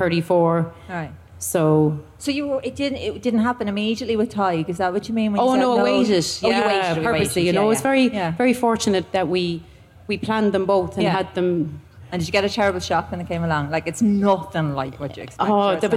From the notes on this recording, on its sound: live from Electric Picnic!